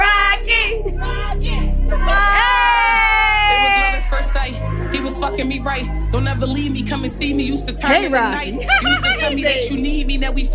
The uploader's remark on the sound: Shoutout to everyone who made it out to see us at this years Roots Picnic in Philadelphia! An amazing live episode. Brought some fans on stage to teach them some riding lessons.